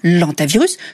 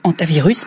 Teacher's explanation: Un H aspiré qui, à la différence du H muet, ne permet ni l'élision ni la liaison. · Shown in: second take · On dit donc le hantavirus et non l'antavirus comme on dit le hibou et non l'hibou.